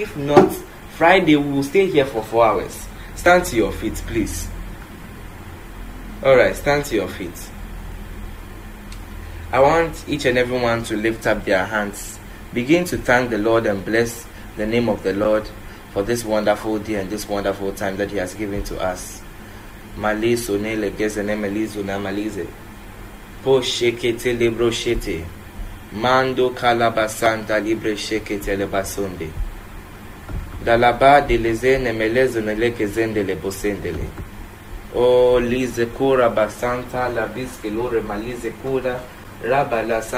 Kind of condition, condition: setting, large echoing room